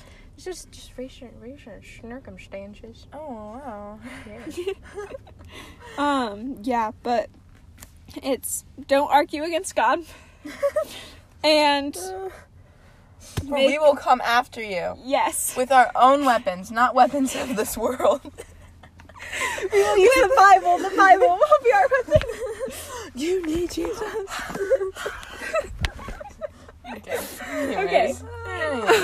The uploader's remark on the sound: Welcome to Cozy Convos in the Car!